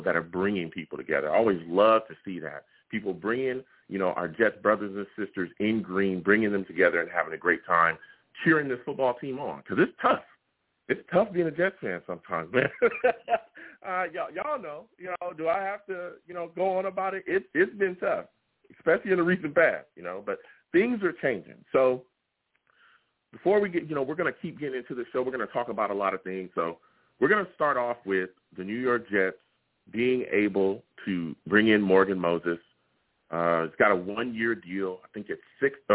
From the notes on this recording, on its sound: I take live callers!